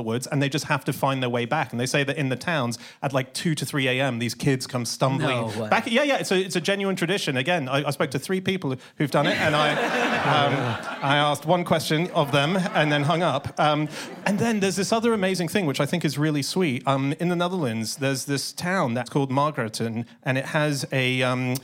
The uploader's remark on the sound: In a Christmas special, live from the Soho Theatre